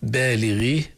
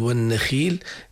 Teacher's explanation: مستوى الغين والخاء المكسورات في أدنى مراتب التفخيم، هذا نجده في قول مثلا بالغيه أو في كلمة والنخيل، أحد من قرأ معنا من الكرام قال والنخيل علها شوي، لا هذه التعليه هنا غير مناسبة، نقول بالغيه نقول والنخيل ومن غير ولكن مثلا خلقها هنا فيها تفخيم.